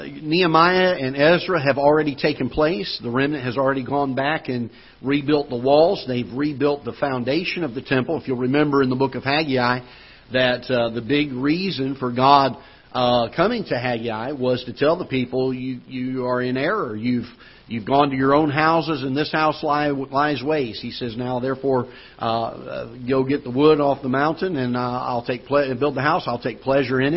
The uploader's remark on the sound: Ketha Heights Baptist Church ~ Live Broadcast